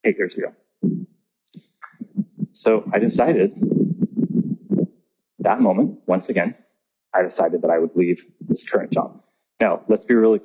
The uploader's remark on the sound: Please forgive the audio quality.